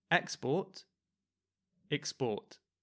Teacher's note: the stress with the verb is in the second syllable